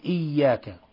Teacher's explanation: بالنسبة للفاتحة أخي الكريم، بالنسبة للفاتحة يعني ينبغي أن تزيد في تشديد إياك، لا لا لا شددها وأظهر الشدة من غير غنة